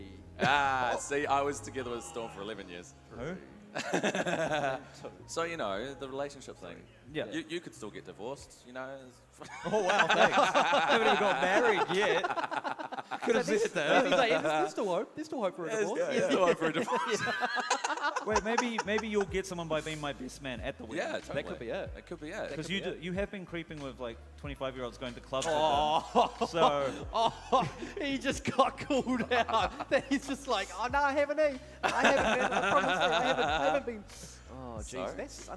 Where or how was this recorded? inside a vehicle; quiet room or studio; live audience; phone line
live audience